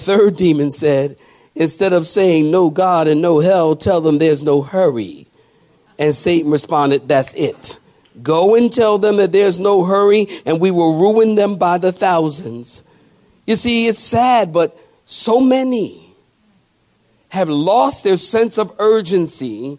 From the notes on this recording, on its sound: sermon preached at Calvary Chapel Cary.